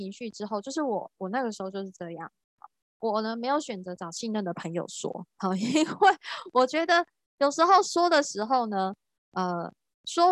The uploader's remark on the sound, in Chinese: 聊聊好心芹ZOOM線上公益講座。